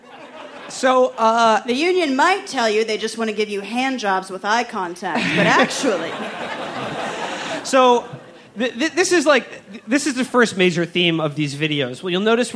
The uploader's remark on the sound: Recorded live at the Brooklyn Pod Fest at The Bell House.